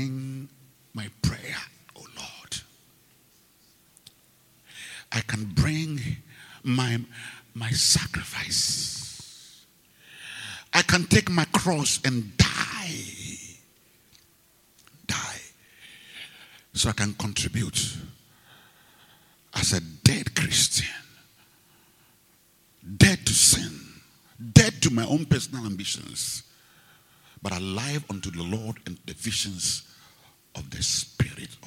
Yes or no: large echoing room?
yes